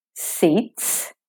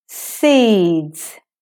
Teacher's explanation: So the E or the vowel before the D and S gets elongated slightly · Shown in: second take · so that you're allowing your mouth to prepare for the DS together, because the D being voiced. · Term: up, down quality